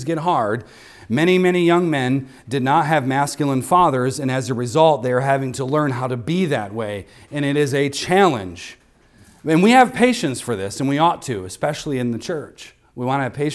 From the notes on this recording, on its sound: recorded on Sunday, November 5th, 2023, at the weekly worship gathering of Cross & Crown Church.